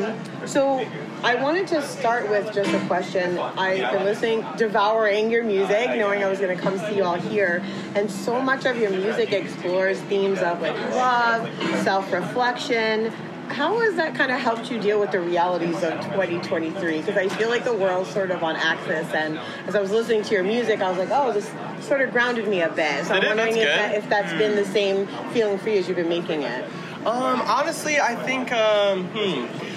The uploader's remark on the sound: reports back from Levitate Music Festival